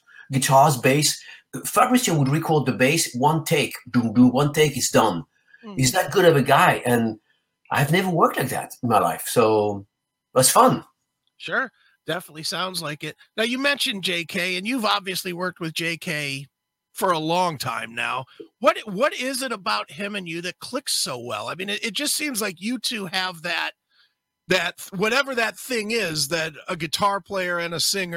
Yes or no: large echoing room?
no